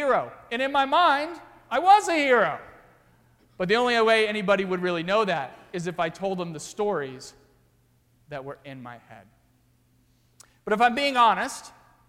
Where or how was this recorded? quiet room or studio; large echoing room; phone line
large echoing room